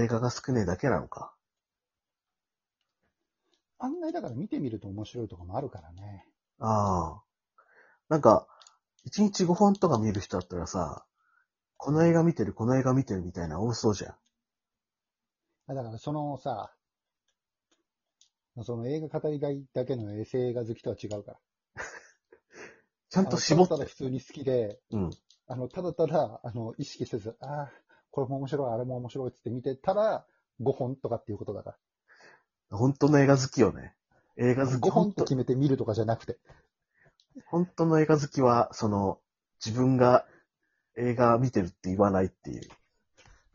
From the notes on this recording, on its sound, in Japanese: リモート。